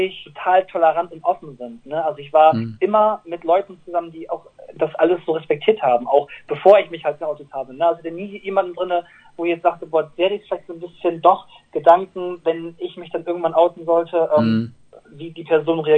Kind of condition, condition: link, phone line